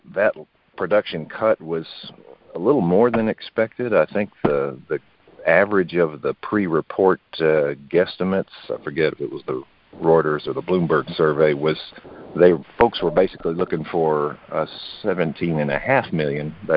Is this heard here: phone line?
yes